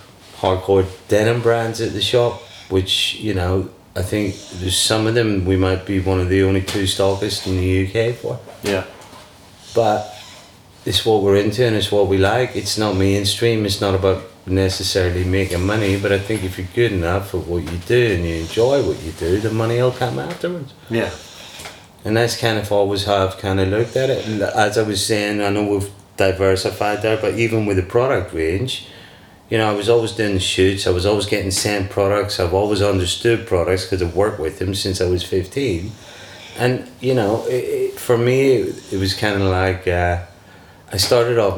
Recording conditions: sounds in the background